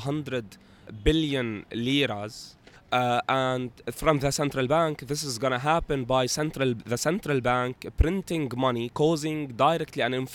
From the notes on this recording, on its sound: captures the October Uprising directly from Martyrs Square